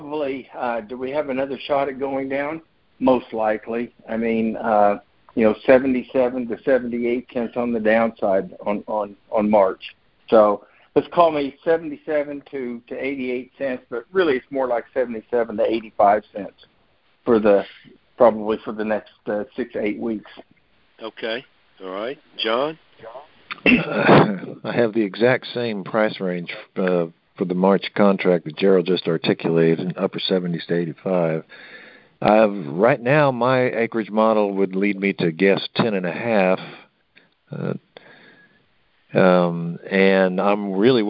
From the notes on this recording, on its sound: Monthly Cotton Conference Call.